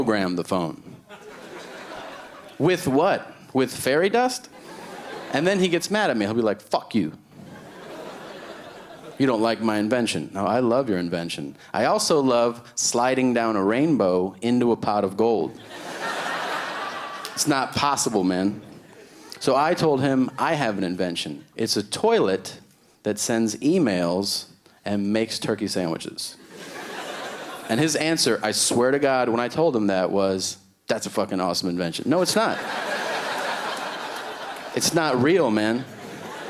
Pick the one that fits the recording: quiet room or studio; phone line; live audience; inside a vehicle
live audience